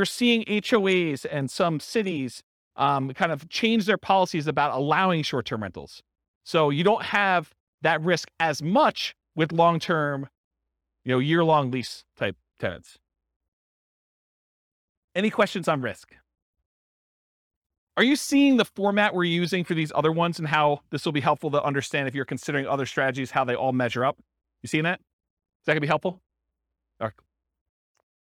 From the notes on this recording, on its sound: This was a live class recorded.